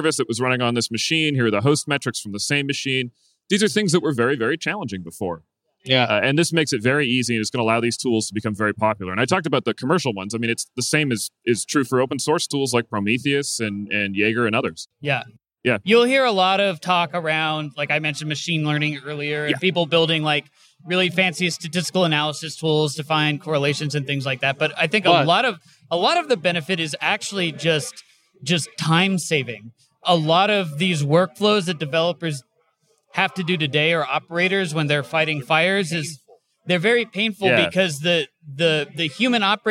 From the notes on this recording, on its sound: Recorded on the show floor of KubeCon + CloudNativeCon Europe 2022 in Valencia, Spain.